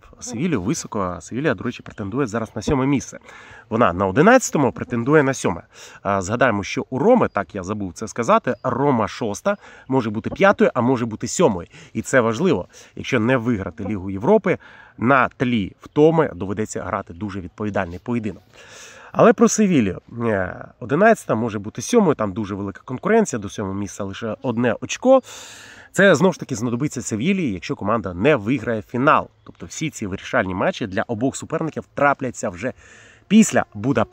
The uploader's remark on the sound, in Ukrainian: Цього разу він записує свій влог не з комфортної студії, а з джунглів Чернігівщини, де проходить службу у Збройних силах України.